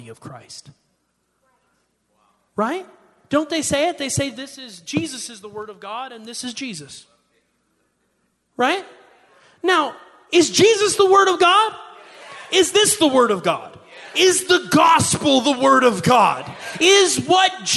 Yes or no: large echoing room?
yes